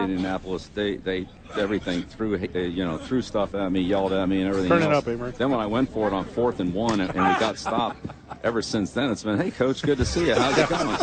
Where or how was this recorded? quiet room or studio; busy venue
busy venue